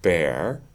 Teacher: So if I were to say bear, the voicing is starting immediately, just as the explosion occurs